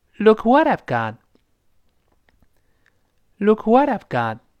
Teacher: 读快了之后，后面那个 t 就失去爆破了